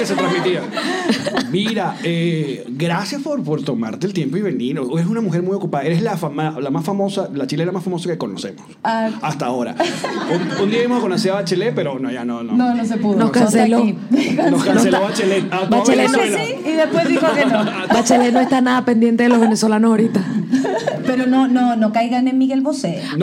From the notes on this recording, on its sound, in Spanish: un programa grabado en Santiago de Chile, acompañados de nuestros #PatreoncitosPlus